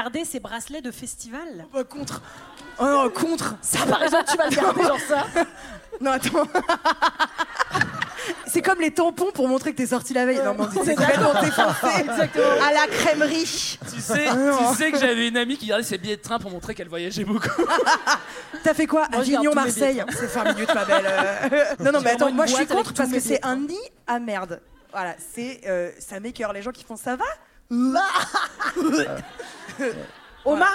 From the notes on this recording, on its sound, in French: une soirée en live au Café de la Danse, devant 250 personnes